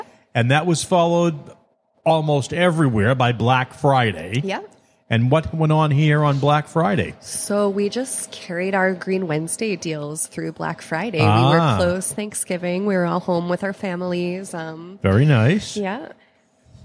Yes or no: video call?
no